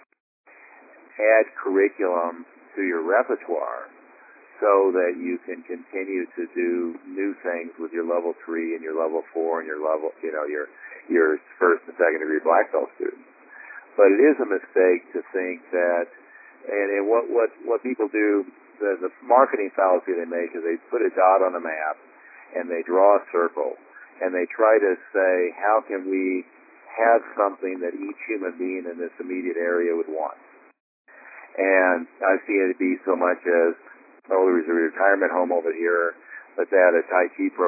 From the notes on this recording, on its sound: Inner Circle Teleconference